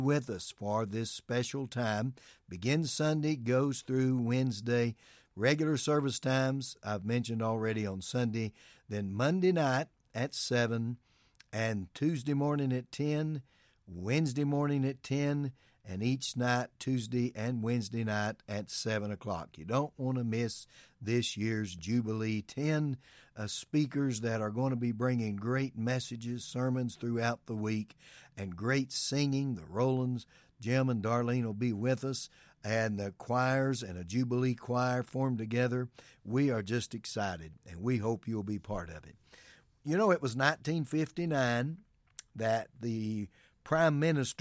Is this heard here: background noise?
no